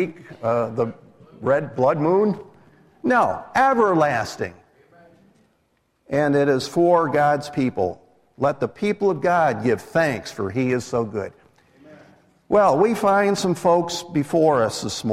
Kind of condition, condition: setting, large echoing room